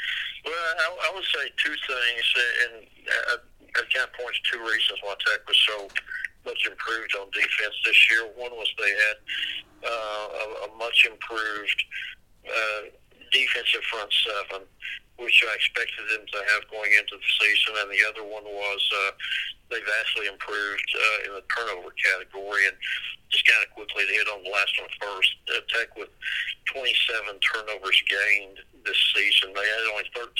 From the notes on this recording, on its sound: call into the show